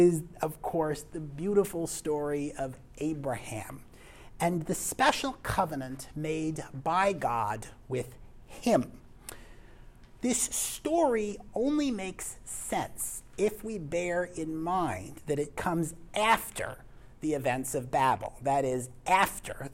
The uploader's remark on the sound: This lecture was given on November 7th, 2023, at University of North Texas.